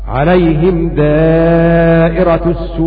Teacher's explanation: قرأت بضم السين في الموضعين للمشار إليهما بكلمة حق وهما ابن كثير وأبو عمرو، فيقرآن هكذا عليهم دائرة السوء في الموضعين.